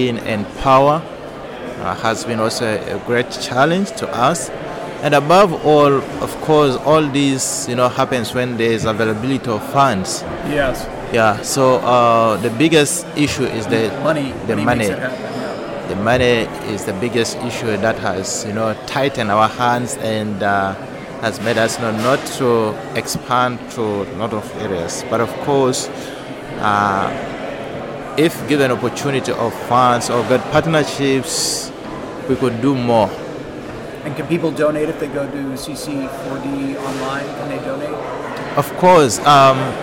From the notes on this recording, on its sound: recorded at FixFest in Brussels